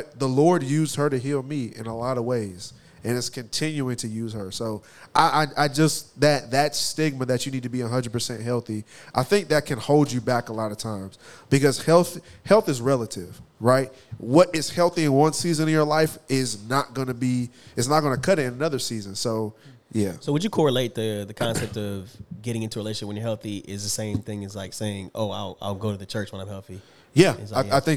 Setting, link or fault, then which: setting, live audience